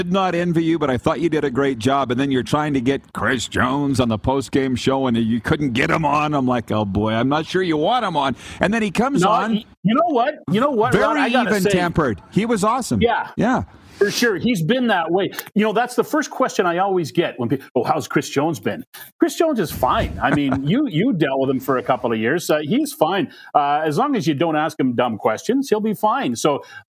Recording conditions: busy venue